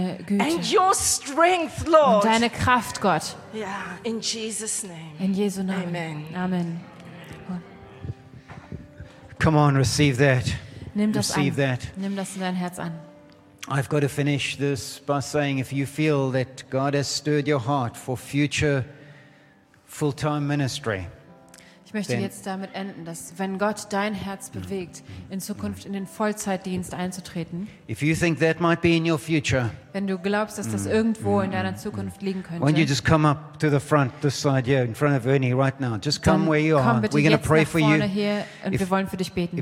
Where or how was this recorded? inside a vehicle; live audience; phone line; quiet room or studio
live audience